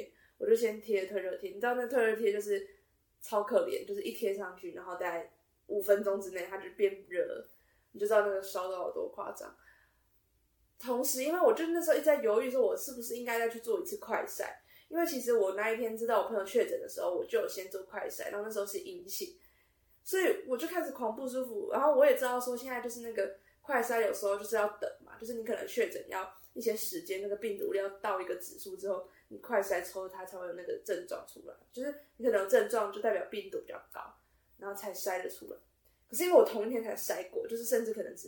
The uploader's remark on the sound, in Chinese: 音質因無使用麥克風而略有瑕疵